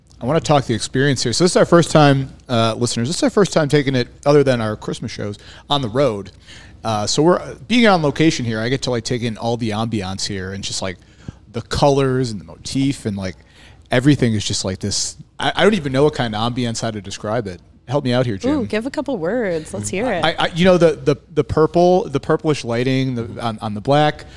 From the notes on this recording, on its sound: we're on location at Black Iron Bystro